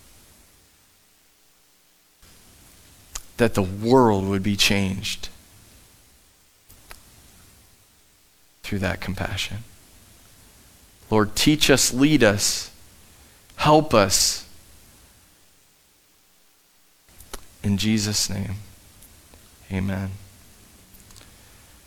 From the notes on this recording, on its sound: Live from The Summit Church in Dover, OH.